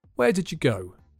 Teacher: This time, the subject is you, and that's also usually pronounced using a weak form. Did you becomes did ya.